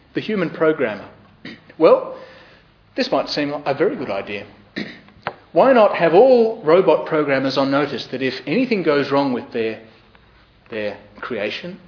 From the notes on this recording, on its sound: Podcast of the Darlith SRG public lecture